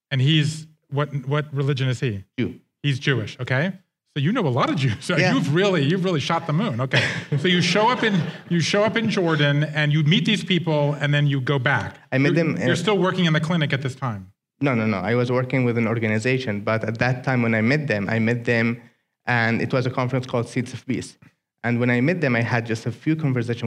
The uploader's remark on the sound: Joined IVY for a live conversation in NYC.